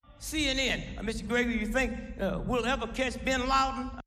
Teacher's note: He also stressed the verbs think and catch, and the adverb ever. Note that he did not stress the pronouns you or we. He also didn't stress the auxiliary verbs. · Term: function words